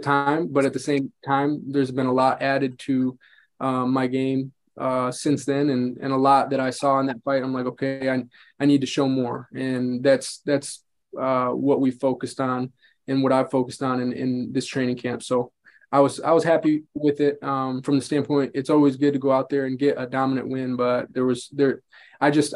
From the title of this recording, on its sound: VIRTUAL PRESS CONFERENCE